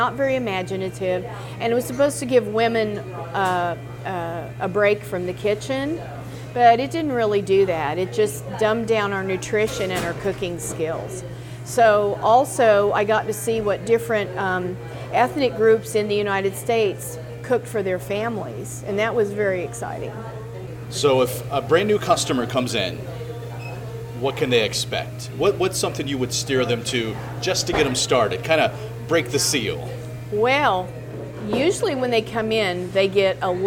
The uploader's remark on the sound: Visits Café Madeleine to chat with owner.